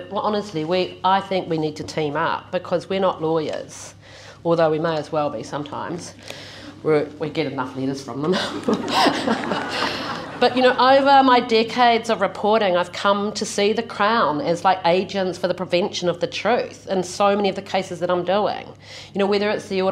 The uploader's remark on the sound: keynote speech to the annual NZ Law Society Conference in Invercargill